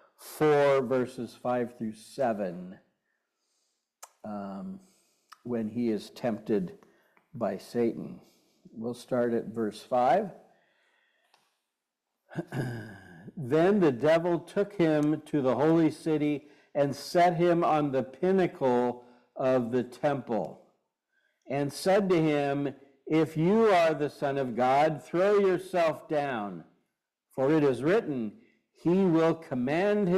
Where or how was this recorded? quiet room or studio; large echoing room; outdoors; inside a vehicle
large echoing room